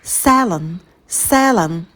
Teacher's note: на звуке с, язык стремится наверх, потом звук лягушка э. Мы улыбаемся, держим оскал, челюсть падает вниз.